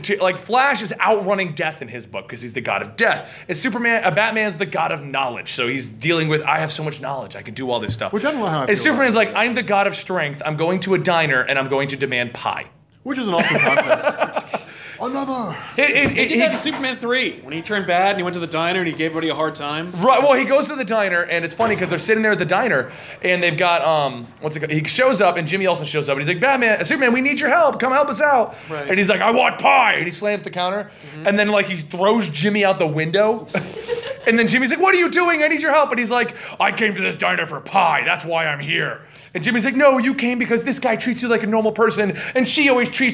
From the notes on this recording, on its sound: we had a live panel at Rhode Island Comic Con 2015!